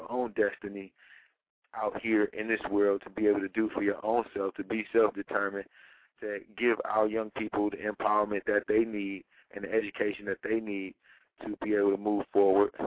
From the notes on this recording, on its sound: Call in show! Chat show!